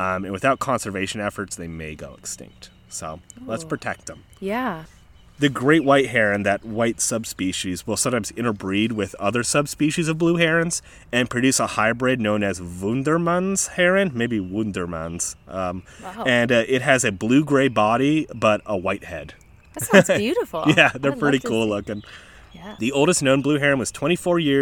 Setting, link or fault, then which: setting, outdoors